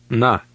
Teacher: It sounds similar to the A in the English word father, but shorter. · Term: short Lithuanian A